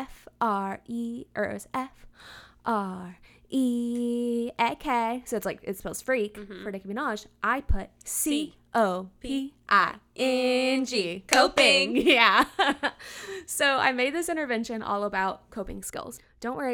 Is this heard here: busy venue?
no